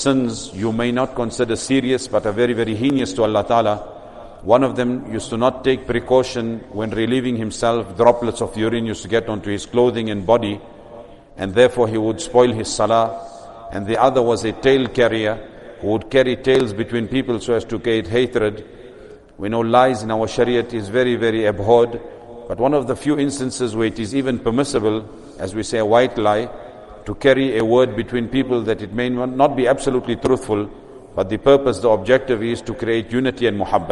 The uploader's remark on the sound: Recorded at greensidemasjid